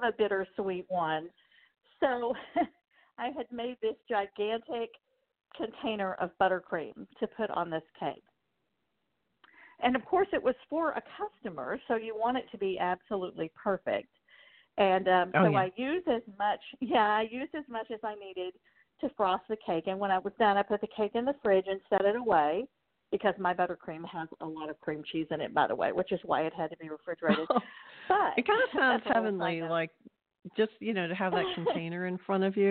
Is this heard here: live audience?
no